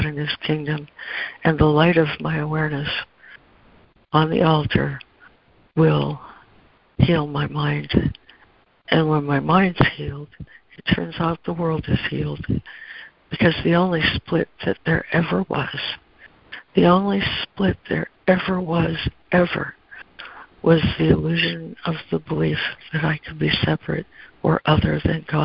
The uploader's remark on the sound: ACIM Daily Conference Call.